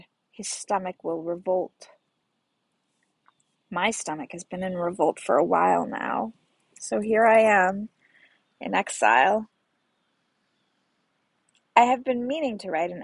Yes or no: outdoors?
yes